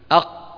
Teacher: للتخلص من شدة هذه الخمسة أحرف القاف والطاء والباء والجيم والدال فيها شدة فيها انحباس للصوت خاصة في حالة السكون · Term: القلقلة